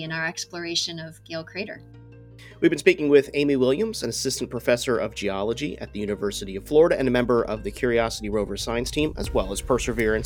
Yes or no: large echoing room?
no